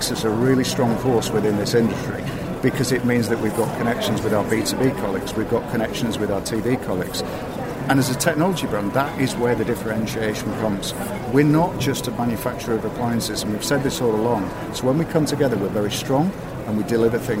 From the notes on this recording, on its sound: This is the first of two special episodes of the show coming to you live from the NEC and kbb Birmingham 2022.